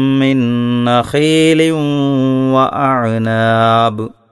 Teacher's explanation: മിൻ നഖീലിൻ എന്ന് കഴിഞ്ഞുള്ള ആ തൻവീനിനെ വാവിൽ ലയിപ്പിച്ചുകൊണ്ട് മണിച്ചോതാനും ശ്രദ്ധിക്കണം.